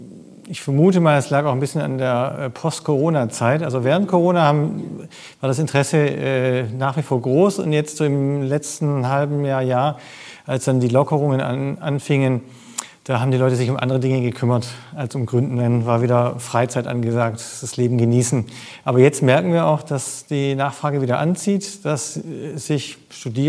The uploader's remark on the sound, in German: Live vom Demo Day des 6.